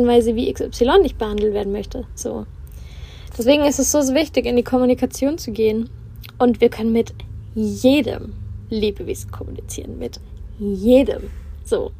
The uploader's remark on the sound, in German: Live aus dem Van. In der heutigen Folge schnacken wir live aus dem Van.